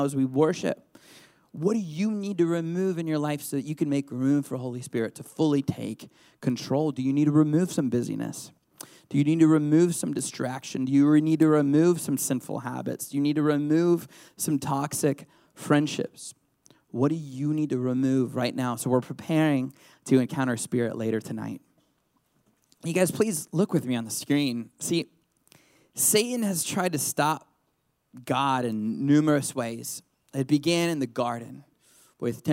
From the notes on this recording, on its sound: This recording was from a live service. It has been edited for time and to better suit an online audience.